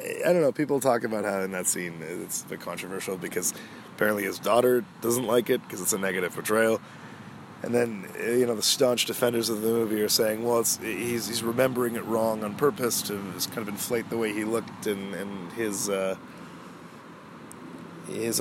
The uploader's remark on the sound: This was another exploratory episode, where we all get the pleasure of listening to the wide-wide world outside. My mic picks up it all, so enjoy the ambiance of a gentle breeze, trees rustling and of course some cars.